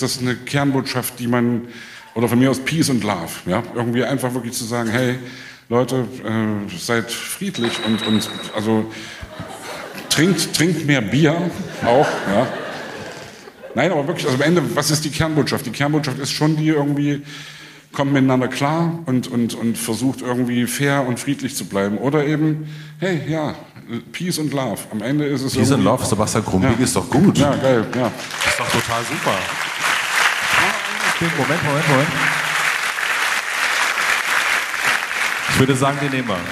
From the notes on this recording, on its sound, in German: In Leipzig im Kupfersaal vor Publikum unterhalten.